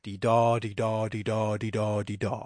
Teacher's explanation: It's basically five stressed syllables, but they're accompanied by a unstressed syllable preceding it. You'll get the idea of it if you don't know it, but the basic gist of it is di-da, di-da, di-da, di-da, di-da. · Term: iambic pentameter